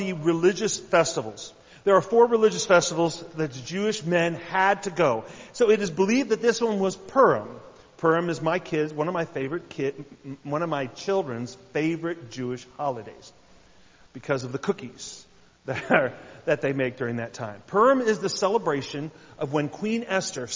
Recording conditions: large echoing room